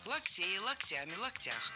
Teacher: А во множественном ударение переносится на окончание «локтей», «локтями», «локтях».